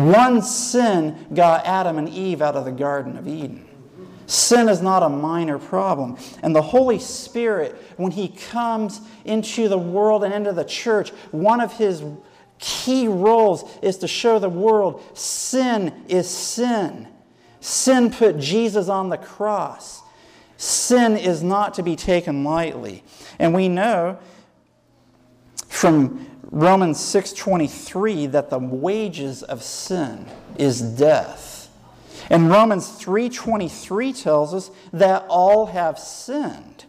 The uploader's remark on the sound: Sermon given at Fairplain Benton Harbor, MI SDA church on 2/20/2010.